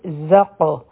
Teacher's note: په ز کې بزنګ آواز راځي